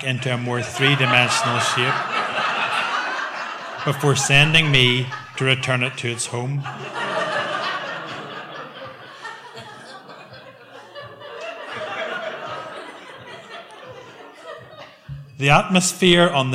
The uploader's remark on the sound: Tenx9 was back in Bangor. Tenx9 is a live storytelling event.